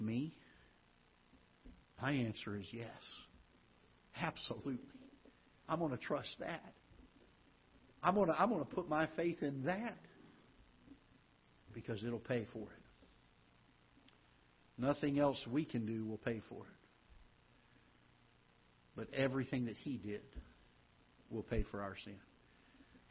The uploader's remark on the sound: Ketha Heights Baptist Church ~ Live Broadcast